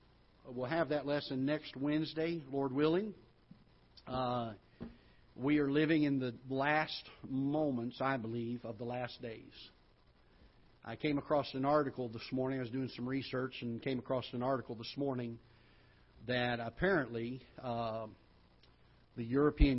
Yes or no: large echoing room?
yes